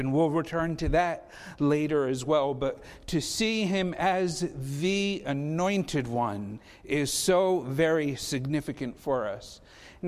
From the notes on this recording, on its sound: Faith Baptist Church in Hamilton, NJ.